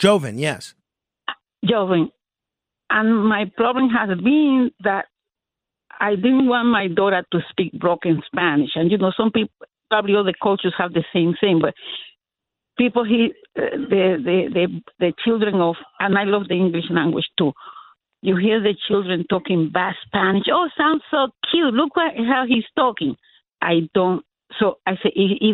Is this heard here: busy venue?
no